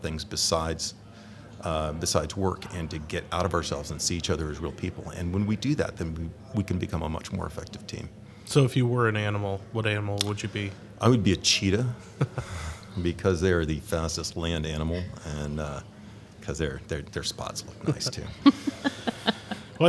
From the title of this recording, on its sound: Live From Agile Midwest